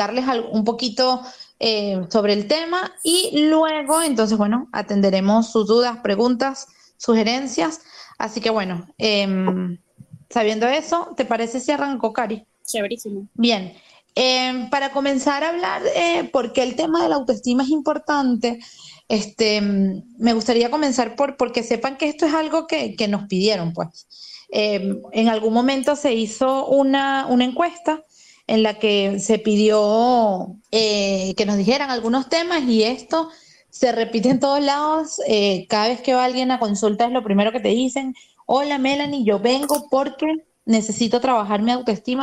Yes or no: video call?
yes